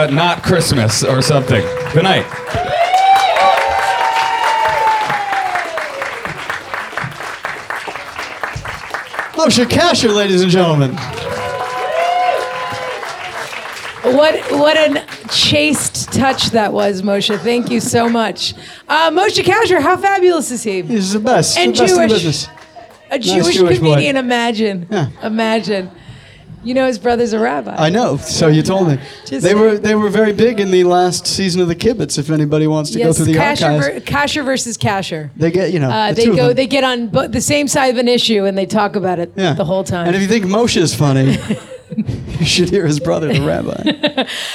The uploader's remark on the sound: Our first ever live Kibitz event, was held at the “World Famous” Kibitz Room at Canter’s Deli in Los Angeles on the second night of Hanukkah.